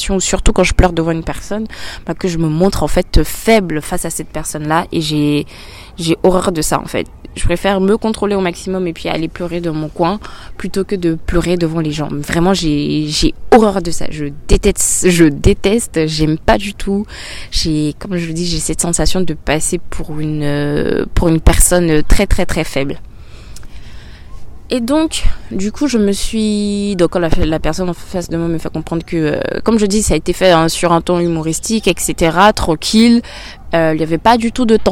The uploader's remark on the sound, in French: Le format de cet épisode est spécial, car je suis en extérieur, il y a pas mal de bruit autour et à plusieurs reprises, je change de sujet en attendant que le bruit passe